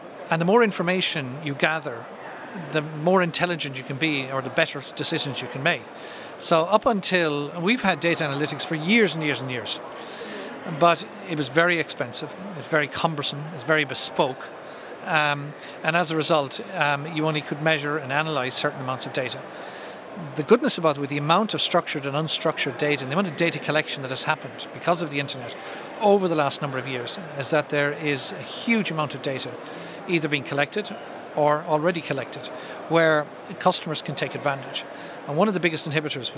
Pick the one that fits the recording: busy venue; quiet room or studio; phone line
busy venue